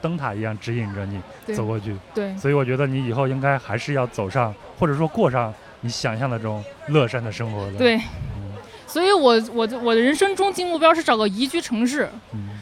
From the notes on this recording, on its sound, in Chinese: 播客节偶遇“壮游者”。所以，这次我就带过去了录音设备，准备在现场，偶遇一些人，聊一聊他的印象很深的一个旅行故事。这期节目是在户外录制，现场有很大的嘈杂声。